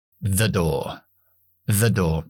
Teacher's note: Esta palabra the siempre es la primera sílaba de la palabra que viene después. Es una palabra que no acentuamos. Por lo tanto, tiene que formar parte de lo que viene después.